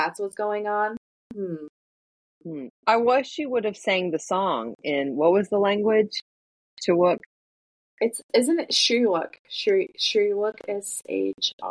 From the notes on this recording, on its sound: We had major technical difficulties when trying to record this episode. Despite their best efforts to edit the sound.